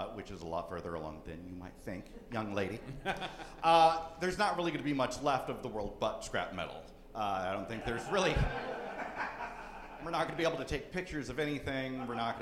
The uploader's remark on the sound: live show recorded in Bristol Tennessee